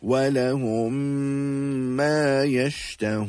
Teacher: You have the meem with a sukun followed by a meem with a shadda. The two memes becomes assimilated as one, become incorporated into each other as one. · Term: ghunna